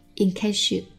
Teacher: 这里是一个同化的现象 s 加 z 同化成 sh